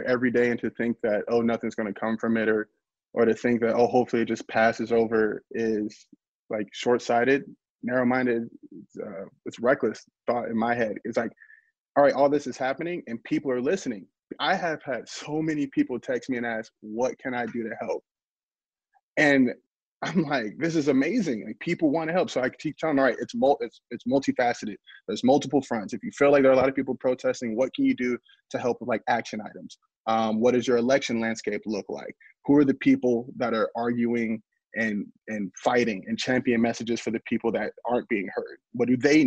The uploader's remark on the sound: hold a virtual press conference